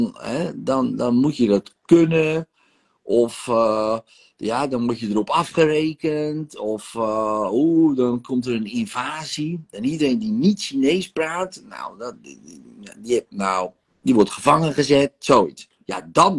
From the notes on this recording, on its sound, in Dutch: De audio deel ik op de podcast maar de sessies zijn ook te bekijken.